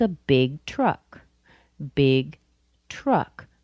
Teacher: We describe truck with the word big. Truck is emphasized. Truck is stressed.